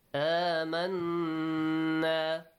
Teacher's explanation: Noon mushaddad produces a nasal sound, right? With, you also stretch it for 2 counts.